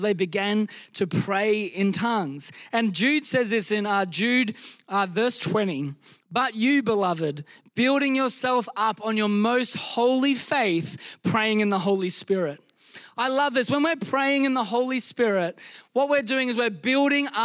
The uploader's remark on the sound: Recorded during our Melbourne East service on Sunday, the 28st of May 2023